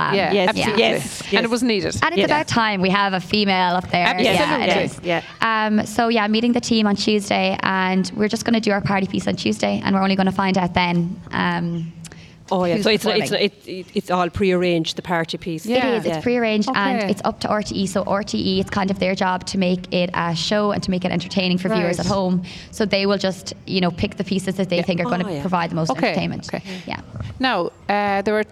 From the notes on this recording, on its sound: As broadcast live from the the Fair green at the Scariff harbour festival.